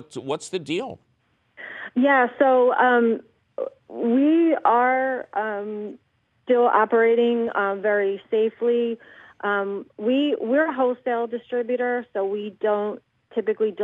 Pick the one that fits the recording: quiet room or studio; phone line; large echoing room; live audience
phone line